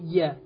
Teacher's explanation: يعني أمثل للإخوة، لما أقول من يعمل أنطق بالنون فيرتفع اللسان إلى اللثة فأقول من، ثم أنطق بالياء فيرتفع اللسان من وسطه